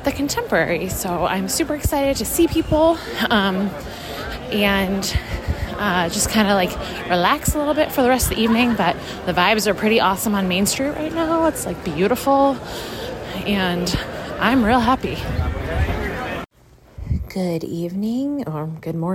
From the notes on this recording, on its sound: Live from Disney. Live from the parks.